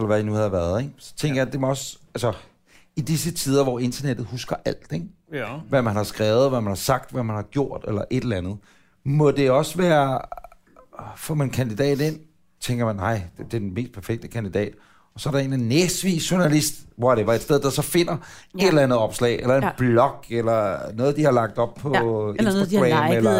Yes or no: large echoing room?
no